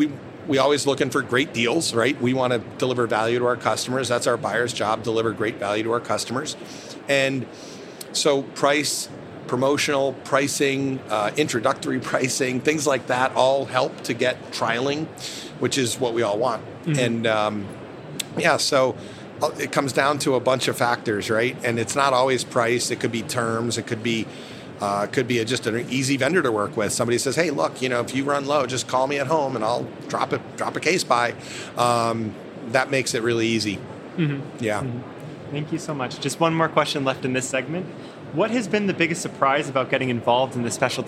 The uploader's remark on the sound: recorded at the Winter Fancy Food Show in Las Vegas